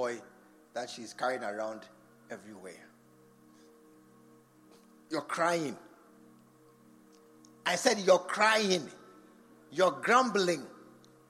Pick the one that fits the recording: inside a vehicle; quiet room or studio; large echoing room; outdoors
large echoing room